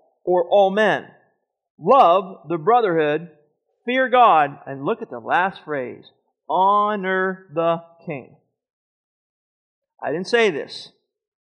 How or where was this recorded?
large echoing room